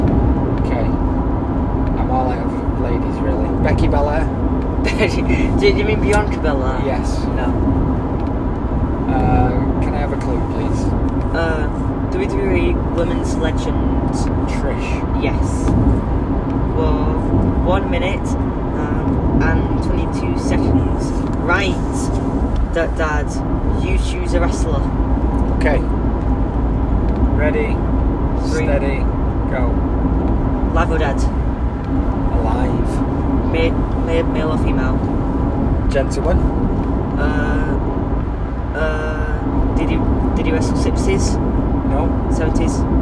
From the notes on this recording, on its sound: Recorded in the car, the sound may not be the best.